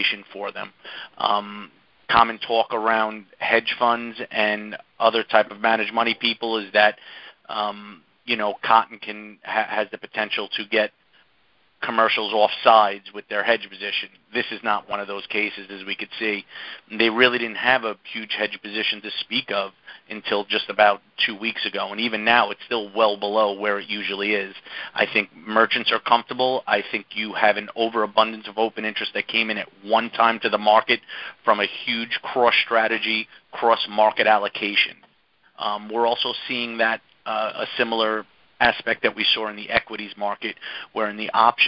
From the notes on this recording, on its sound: Monthly Cotton Conference Call.